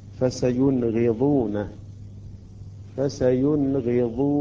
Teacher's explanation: وبالنسبة إلى حرف الغين، الغين في كلمة في القرآن ربما البعض عندما يقرأها يأتي بالغنة ويتأخر على النون ويشك بأن هنا حالة إخفاء، بينما يجب أن يظهر النون هنا في كلمة فسينغضون